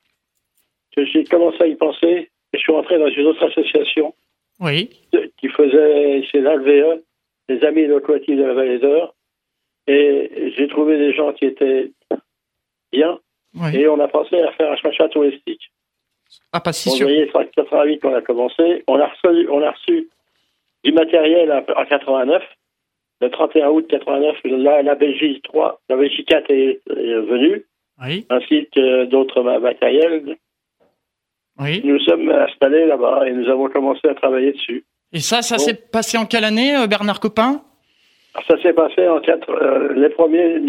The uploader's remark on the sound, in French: Fondateur du Chemin de Fer de la Vallée de l'Eure (par téléphone).